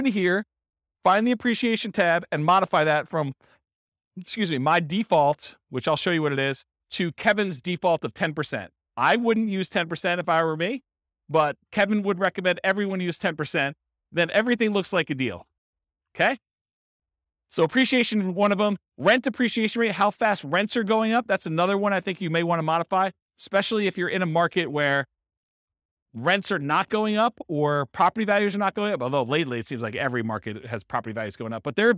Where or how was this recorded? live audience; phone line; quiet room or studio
live audience